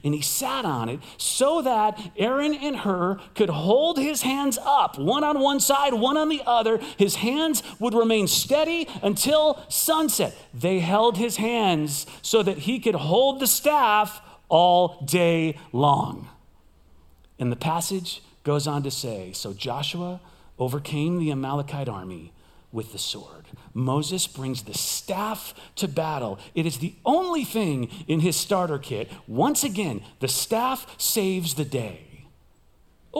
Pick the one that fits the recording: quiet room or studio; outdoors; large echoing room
large echoing room